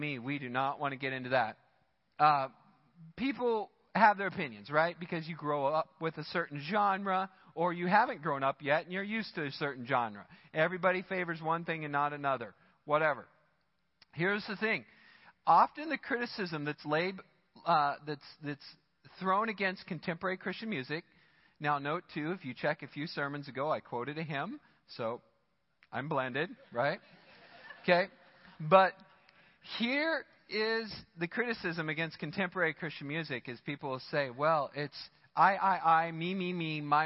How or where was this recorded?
large echoing room